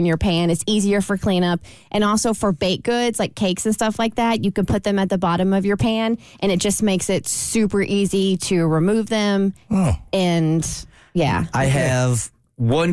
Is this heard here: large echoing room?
no